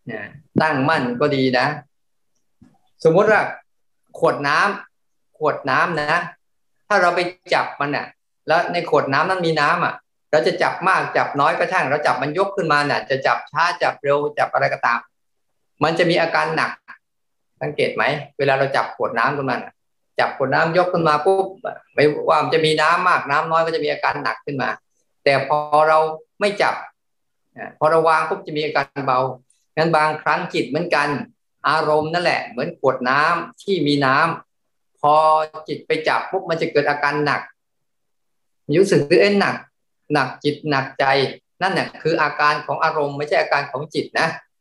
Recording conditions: video call